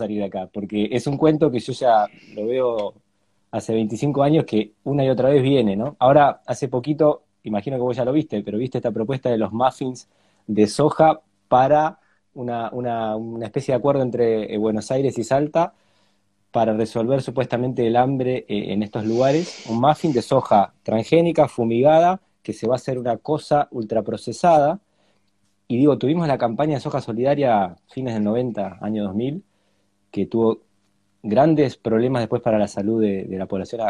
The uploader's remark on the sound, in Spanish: Audio de la charla en vivo que tuvimos por Instagram